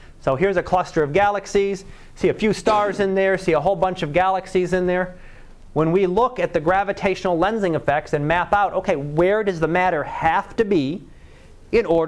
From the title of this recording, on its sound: Live Class Lecture